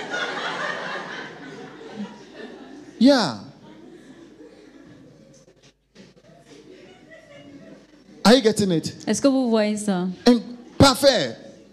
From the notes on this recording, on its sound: Preached during FCIM National Workers Conference 2022 Day 2 Session 2.